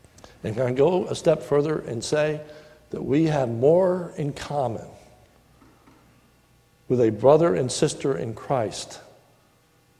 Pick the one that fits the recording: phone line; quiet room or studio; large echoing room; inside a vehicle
large echoing room